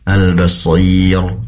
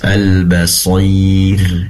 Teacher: ra yang didahului oleh ya sukun, kemudian ada kasrah juga sebelumnya, tentunya ra di sini murakkab, ditipiskan · Shown in: second take · Tadi terdengar tebal ya, al-basir, harusnya tipis, al-basir.